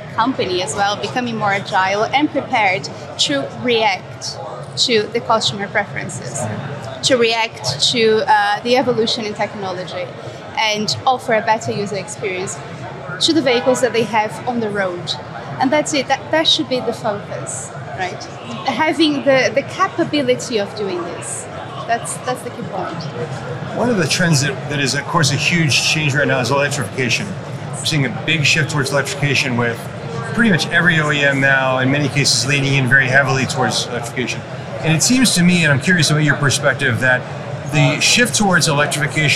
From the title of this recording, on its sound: Live from AutoTech: Detroit